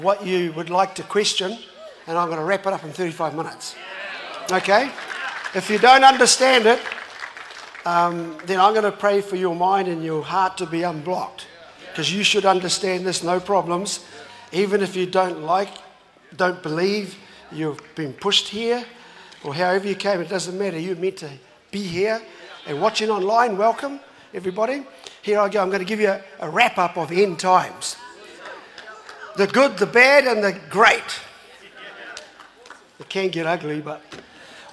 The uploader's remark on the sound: was recorded live From Destiny Auckland